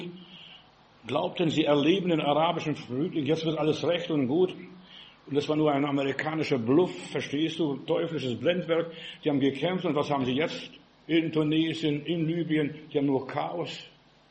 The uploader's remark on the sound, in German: im Gemeinde-Zentrum in Berlin aufgenommen